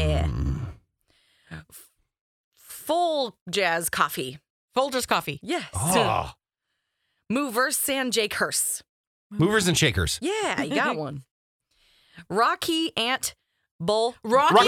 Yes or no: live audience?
no